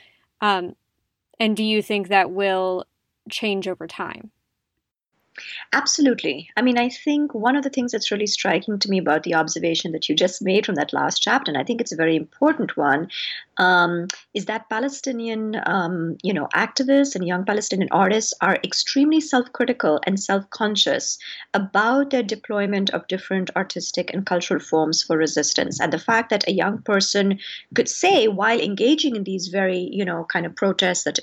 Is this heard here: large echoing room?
no